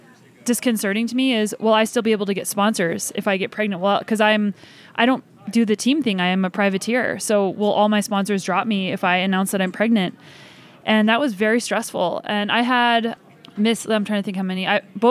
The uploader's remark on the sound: recorded during the Women's Cycling Summit at Breck Epic